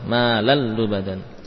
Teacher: Terjadi idgham pada tanwin di dalam huruf lam, ke dalam huruf lam.